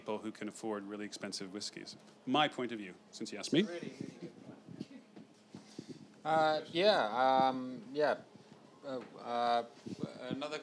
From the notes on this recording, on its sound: recorded at The Soho Whisky Club